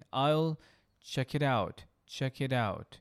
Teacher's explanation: فلا تنطق التيس بشكل واضح جدا · Term: flapping